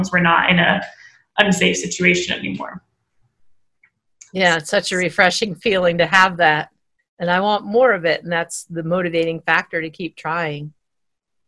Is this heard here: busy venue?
no